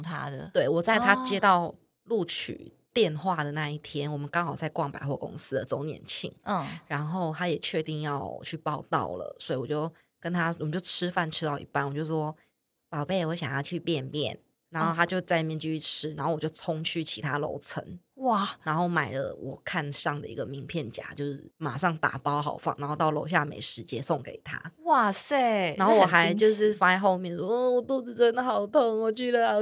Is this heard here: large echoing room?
no